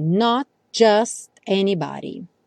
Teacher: Reparem como os T's desaparecem.